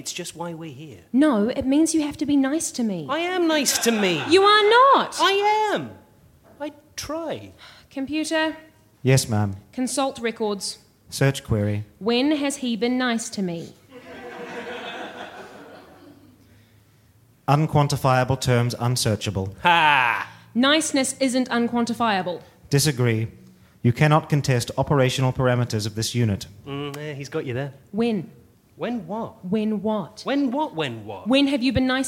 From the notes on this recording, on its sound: Recorded live at BATS theatre, Wellington, New Zealand on the 25th of October 2013.